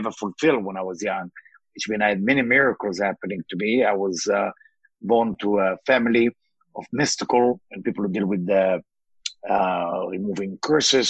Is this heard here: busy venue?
no